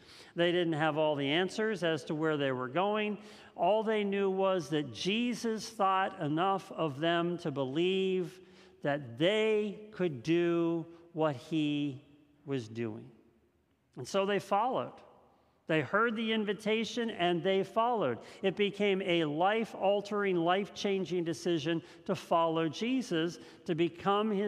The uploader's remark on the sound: This message was first preached on October 10th 2021 at Linglestown Life Church in Harrisburg PA.